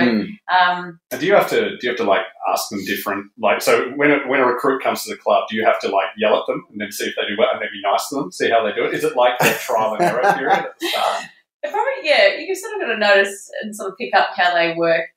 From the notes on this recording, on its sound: the audio is a bit tinny